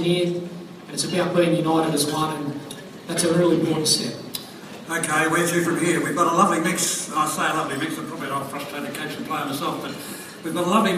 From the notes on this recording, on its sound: at the 2016 Spirit of Carlton Luncheon at Etihad Stadium